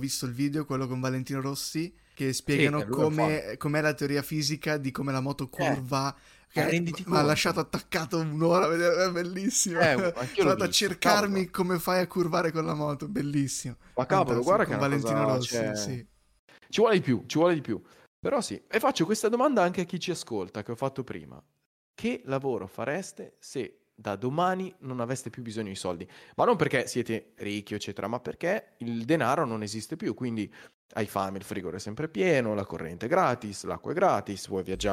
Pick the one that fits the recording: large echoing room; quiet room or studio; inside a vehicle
quiet room or studio